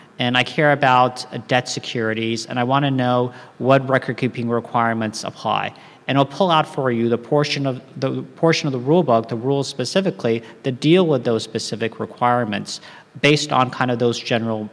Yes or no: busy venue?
yes